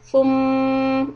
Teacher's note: the dhamma is a rounded lips, but for the meem is not. So you need to flatten the lips again. Thum, and hold it for two harakat.